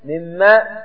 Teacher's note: ننطق بعد الميم ميم نقول ميم ونشدد الميم الثانية فننطقها أولى ساكنة والثانية متحركة